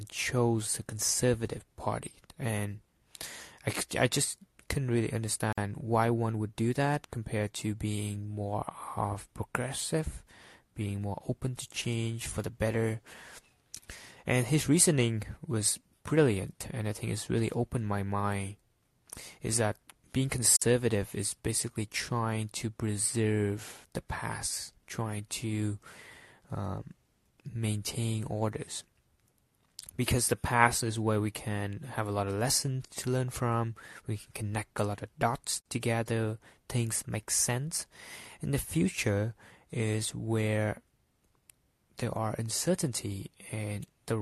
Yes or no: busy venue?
no